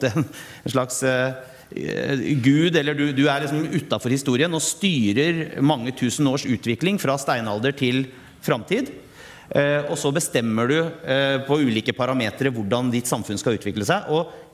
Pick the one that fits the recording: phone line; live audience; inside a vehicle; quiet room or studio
live audience